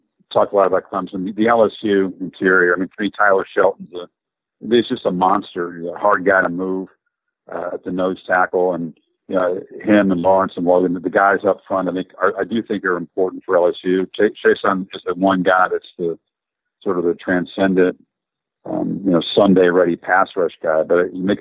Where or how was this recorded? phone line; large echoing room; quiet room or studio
phone line